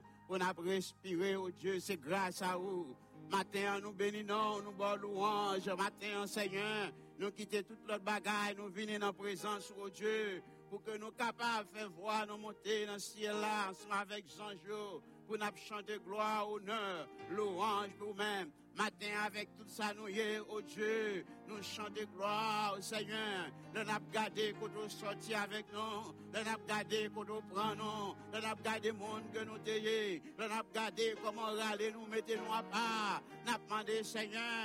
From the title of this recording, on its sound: Sunday Service Live